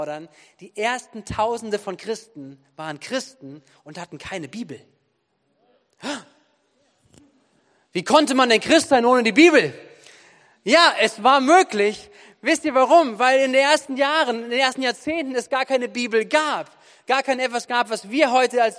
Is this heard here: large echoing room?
yes